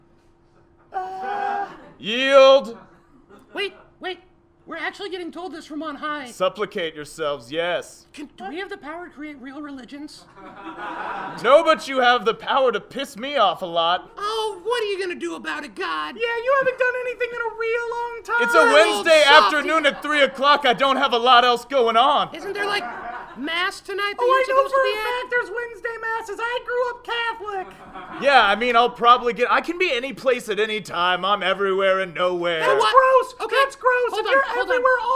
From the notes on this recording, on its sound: Recorded Live at The Kick Comedy Theater.